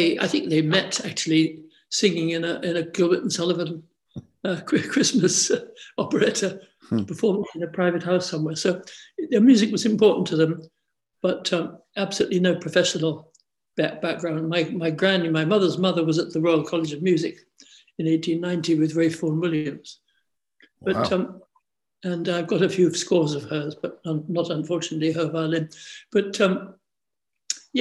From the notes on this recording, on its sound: This interview was recorded on 17th January 2022 via Zoom.